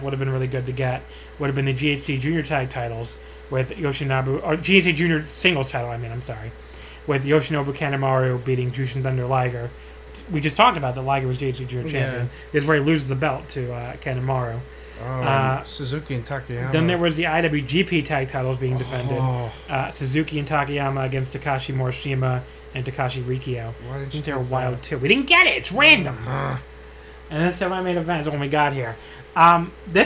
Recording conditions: sounds in the background